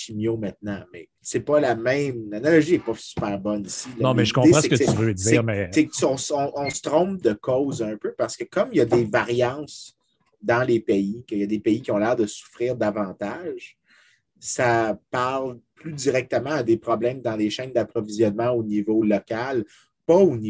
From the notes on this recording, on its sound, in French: On s'excuse pour la qualité du son, les enregistrements zoom, c'est ce que ça donne parfois.